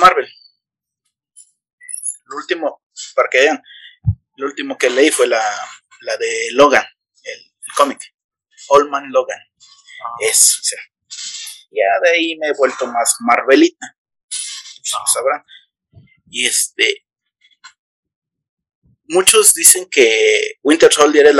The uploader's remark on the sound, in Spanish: Con problemas de audio pero seguimos